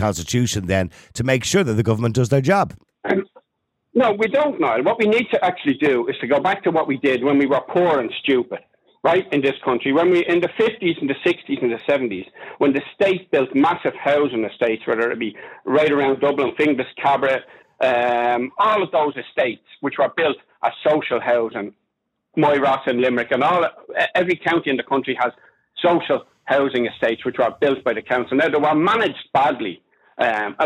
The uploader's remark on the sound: opens the phone lines to invite callers to join the conversation